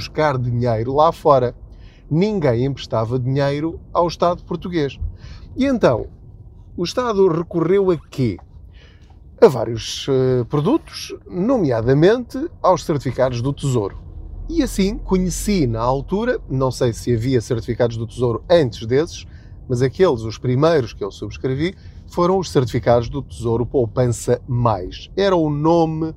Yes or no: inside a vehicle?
yes